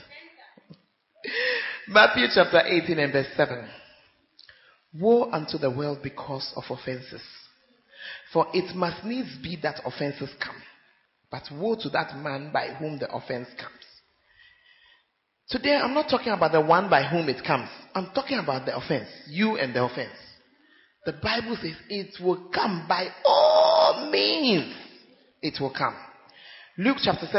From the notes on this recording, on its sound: Preached At Central Assemblies Of God, Ho.